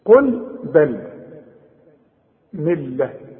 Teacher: اللام المشددة لا تغني، لكن اتك على الحرف علشان يبان الحرف المشدد